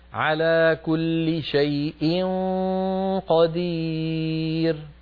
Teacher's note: فخم الغنة عند الإخفاء عند القاف